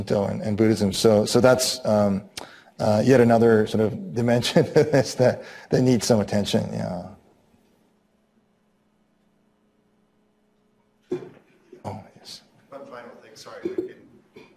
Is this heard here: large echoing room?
yes